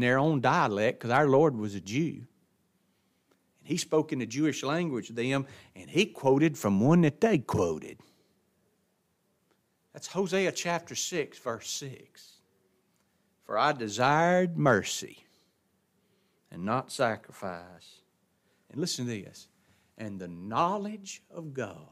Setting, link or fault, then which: setting, large echoing room